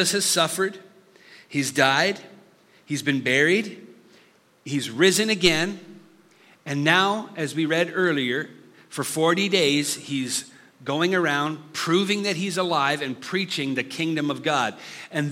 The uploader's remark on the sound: Listen to this live recoding of our Summer series.